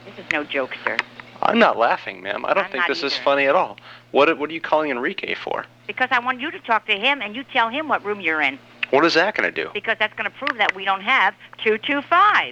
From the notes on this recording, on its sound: RBCP's Personal Prank Phone Calls Collection